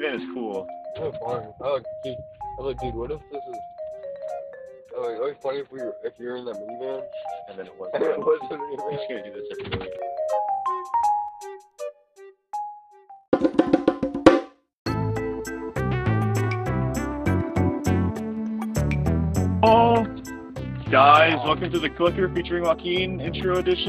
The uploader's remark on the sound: All caught on hd, flip phone audio.